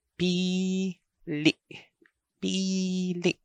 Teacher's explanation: The first vowel is prolonged, while the second vowel has a stop.